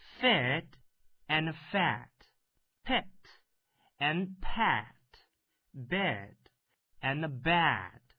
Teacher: 这两组音的区别也是开口度不一样